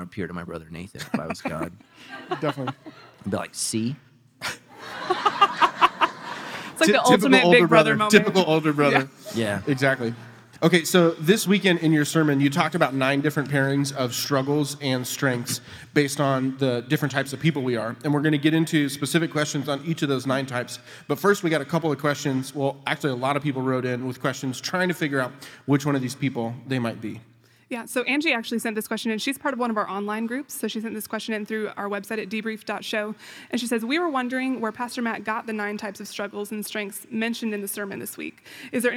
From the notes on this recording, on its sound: Recorded live with 300 of their closest friends